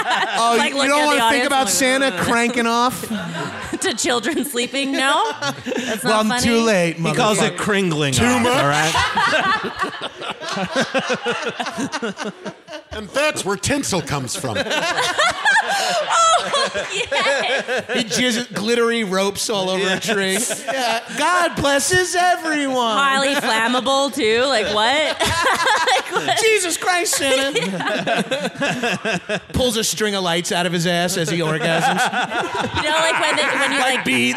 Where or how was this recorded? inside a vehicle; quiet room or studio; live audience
live audience